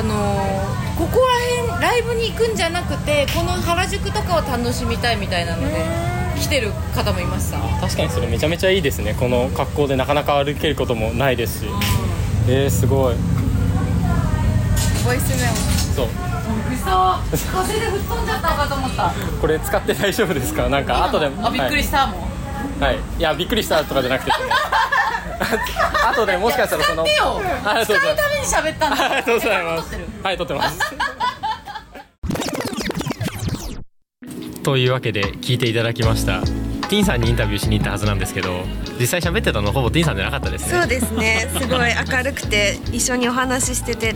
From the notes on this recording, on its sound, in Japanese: 代々木第一体育館とその周辺で行われたJ-WAVEによる都市型カルチャーフェス「INSPIRE TOKYO 2023」に会場スタッフとして参加したWACODESメンバーが、現場で収録した声を交えて振り返っていきます。